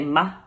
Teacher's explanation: They also aspirate their S's. So instead of saying mas, they're going to say ma.